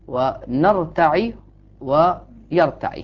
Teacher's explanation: نافع وابن كثير يقرؤون بكسر العين